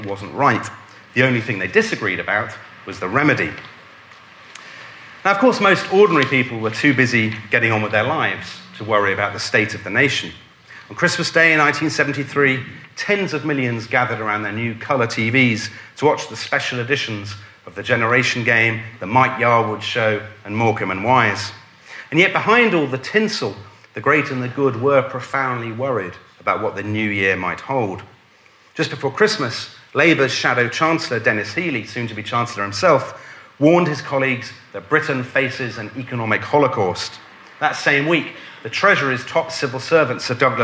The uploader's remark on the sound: a lecture delivered at our History Weekend festival